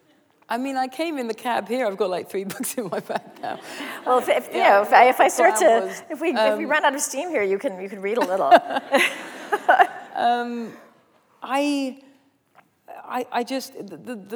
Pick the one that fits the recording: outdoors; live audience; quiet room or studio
live audience